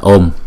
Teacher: chúng ta kéo dài chữ O trước rồi mới đóng lại, đóng chữ O nó lại là Om, lại M.